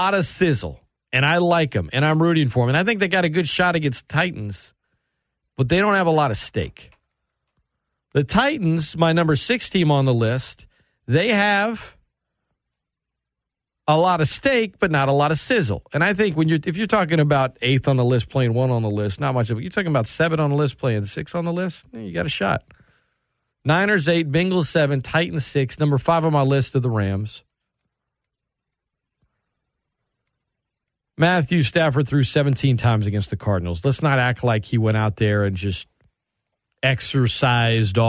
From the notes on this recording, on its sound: talk phone calls from the ESPN Lafayette listeners